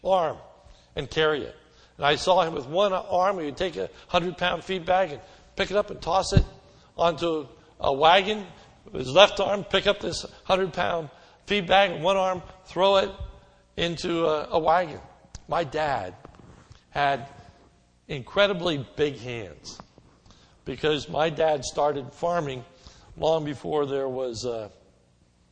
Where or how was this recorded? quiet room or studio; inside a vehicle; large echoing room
large echoing room